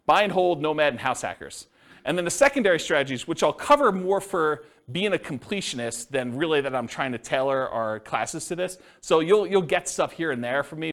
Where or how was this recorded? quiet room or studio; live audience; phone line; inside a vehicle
live audience